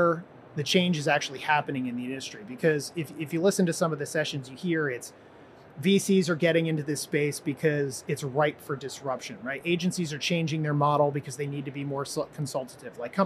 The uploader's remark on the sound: live from the floor of the HLTH conference